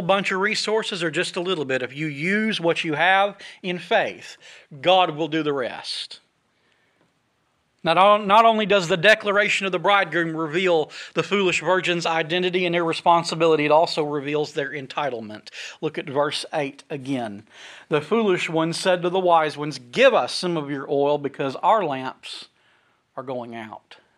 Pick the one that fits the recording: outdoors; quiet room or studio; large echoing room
large echoing room